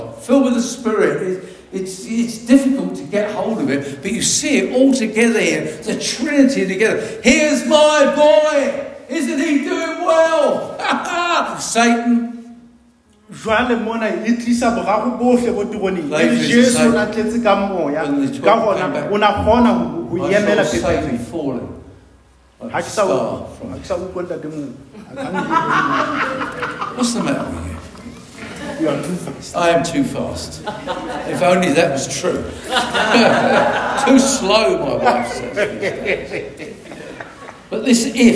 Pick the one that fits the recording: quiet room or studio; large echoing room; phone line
large echoing room